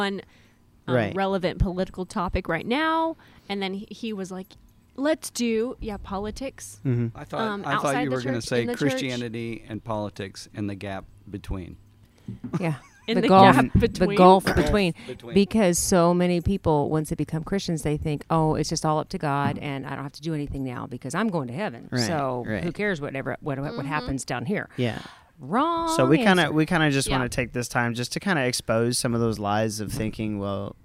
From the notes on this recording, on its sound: Recorded outside we've got some exciting stuff as a bird tries to steal our thunder!